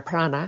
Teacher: You get the retroflex N there, prana, which can mean breath.